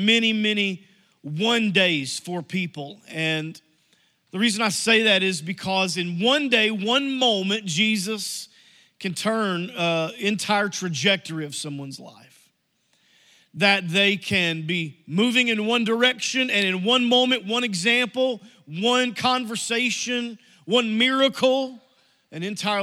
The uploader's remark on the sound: Message Audio from New Life Church - Searcy, AR